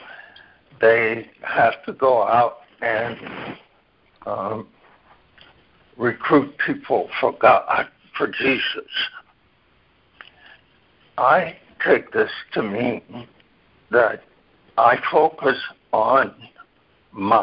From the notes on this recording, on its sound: ACIM Daily TEXT Conference Call